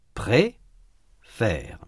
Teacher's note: La langue est plus haute et donc l'espace intérieur de la bouche est plus petit. La voyelle de la deuxième syllabe est ouverte. La langue est plus basse et donc l'espace intérieur de la bouche est plus grand. La première syllabe est ouverte, elle se termine par une voyelle. · La voyelle de la première syllabe est différente de la voyelle de la deuxième syllabe. La voyelle de la première syllabe est fermée. La langue est plus haute et donc l'espace intérieur de la bouche est plus petit. La voyelle de la deuxième syllabe est ouverte. · Term: voyelle ouverte